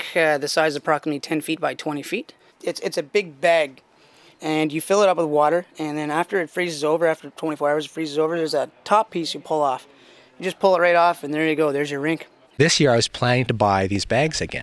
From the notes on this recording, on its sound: an audio postcard from his neighborhood rink in Ontario